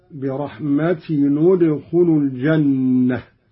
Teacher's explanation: قرأ قالون بضم أولى الساكنين، وهو تنوين التاء